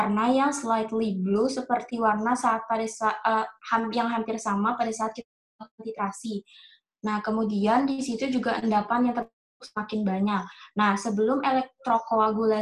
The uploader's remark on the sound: Zoom Meeting